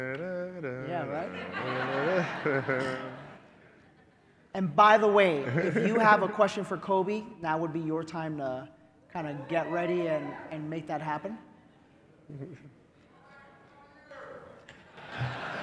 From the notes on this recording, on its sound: The Full Interview and Q&A from Relentless 2019. Q and A session with the audience.